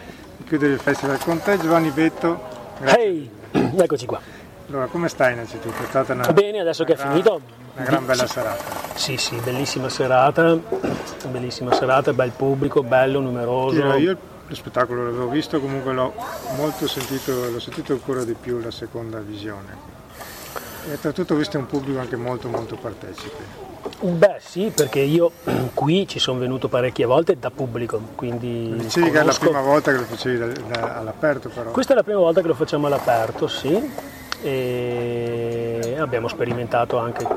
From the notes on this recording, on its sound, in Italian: Nella seconda parte abbiamo ascoltato le interviste registrate alla terza e quarta serata di Luoghi Comuni Festival.